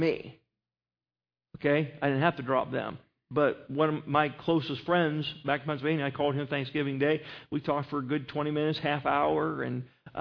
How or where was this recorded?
large echoing room